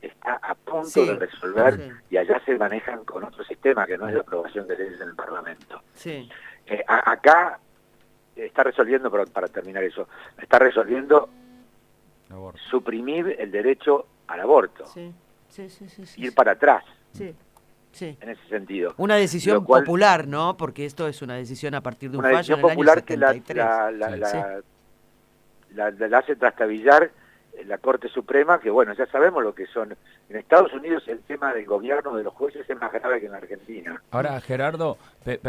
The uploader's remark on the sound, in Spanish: Recordamos la comunicación telefónica con el actor